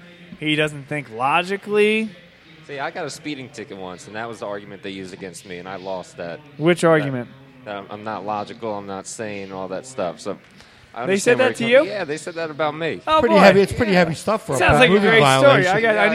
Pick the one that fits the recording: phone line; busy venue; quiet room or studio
busy venue